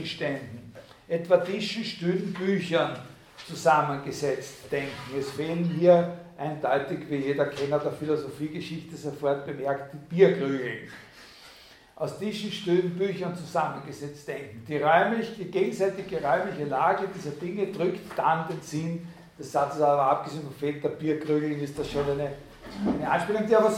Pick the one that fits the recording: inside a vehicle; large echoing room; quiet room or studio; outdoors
large echoing room